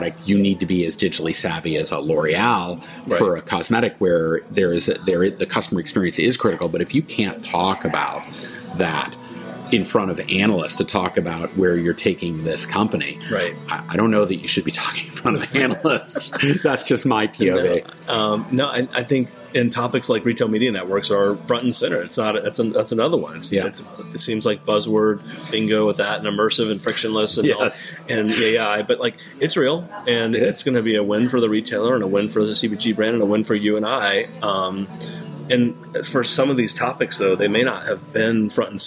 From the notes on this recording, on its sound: This episode was recorded in Barcelona Spain at the 2023 Shoptalk Europe Conference.